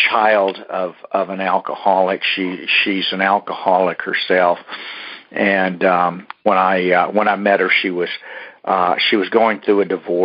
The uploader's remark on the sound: Monday Noon Phone Speakers Series